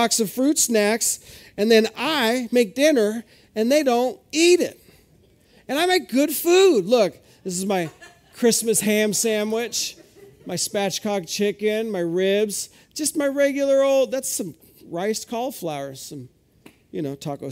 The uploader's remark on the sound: This is audio ripped from the Live Service video.